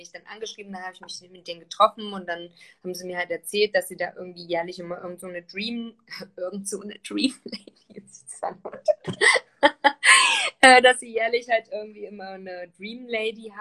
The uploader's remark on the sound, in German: die ich auf live auf Instagram geführt habe